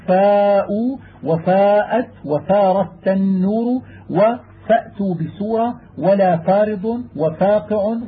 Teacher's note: وإذا كان بعد الفاء ألف لفظت بها مرققة كما تلفظ بها إذا حكيتها